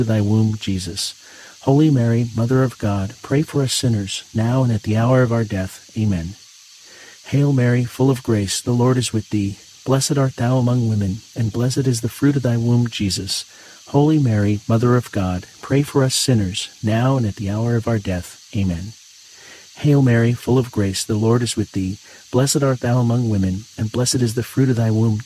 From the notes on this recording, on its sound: Get closer to nature and enjoy the soothing outdoor sounds of cicadas singing on a warm summer night alongside this Thursday rosary.